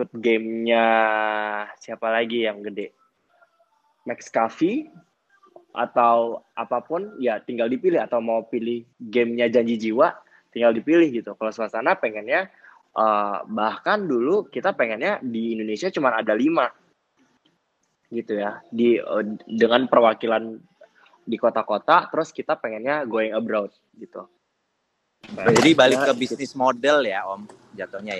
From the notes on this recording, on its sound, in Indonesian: Clubhouse Session. Rekaman clubhouse sesi ke-10.